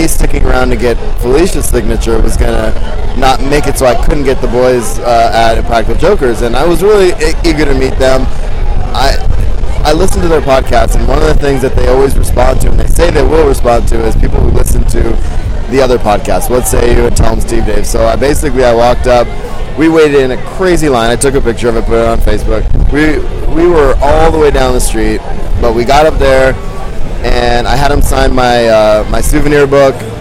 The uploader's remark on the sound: The audio quality isn't the best, as we were in busy areas. San Diego Comic-Con 2015. The audio quality isn't the best, as we were in busy areas.